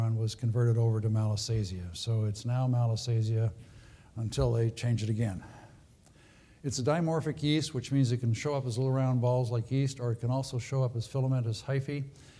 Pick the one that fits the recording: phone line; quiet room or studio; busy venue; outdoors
busy venue